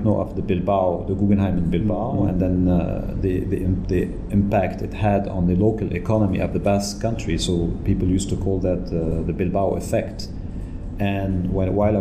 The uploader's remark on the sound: This interview was recorded at the World Summit on Arts & Culture in Malta organised by IFACCA and Arts Council Malta.